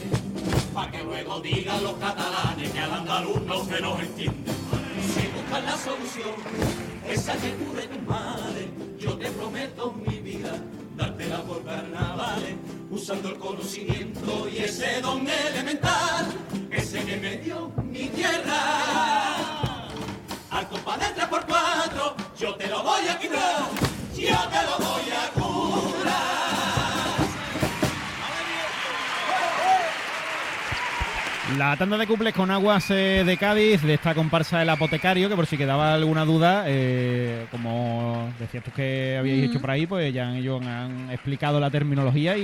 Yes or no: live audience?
yes